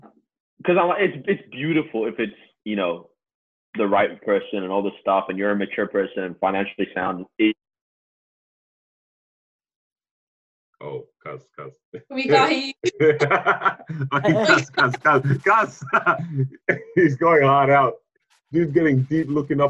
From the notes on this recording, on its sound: Welcome to our first over-the-phone podcast.